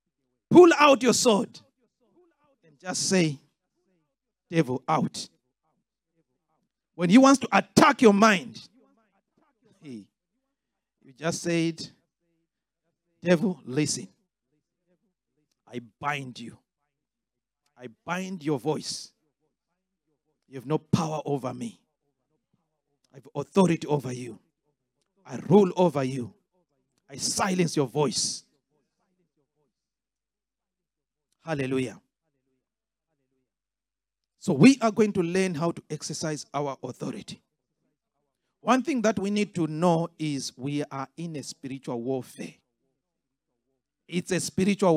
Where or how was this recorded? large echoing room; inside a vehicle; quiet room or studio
large echoing room